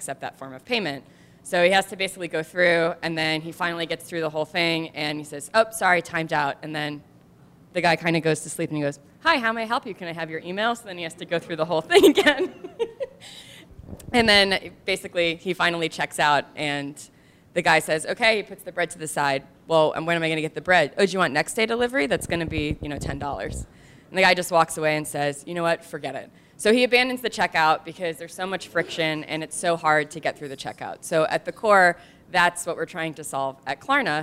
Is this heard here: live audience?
yes